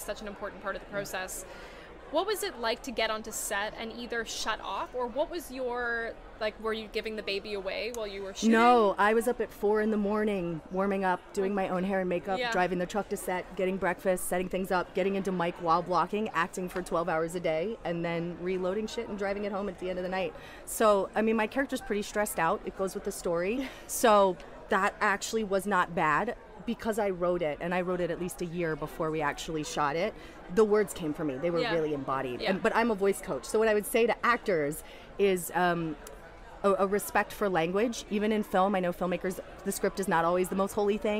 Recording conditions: busy venue